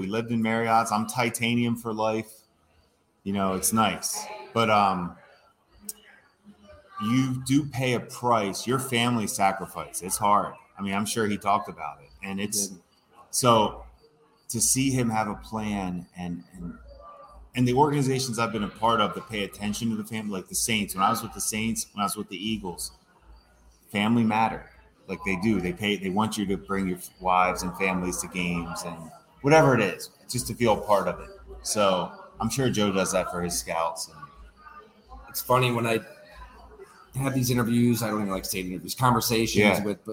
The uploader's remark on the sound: We record live at Fattey Beer Company in Hamburg, NY.